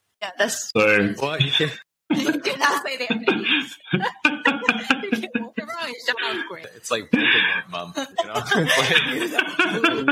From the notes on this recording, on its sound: Though we tried our best to make edits to the audio quality. It is a bit unstable in part of today's episode.